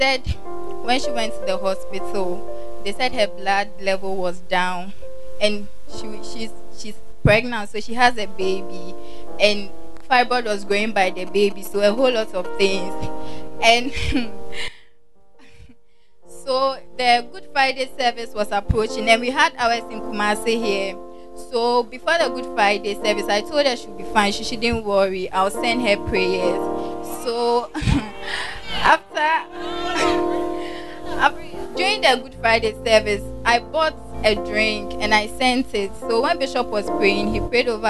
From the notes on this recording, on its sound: Preached At The First Love Center, Ayeduase.